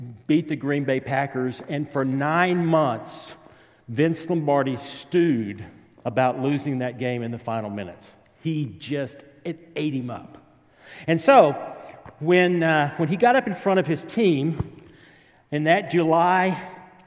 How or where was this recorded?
large echoing room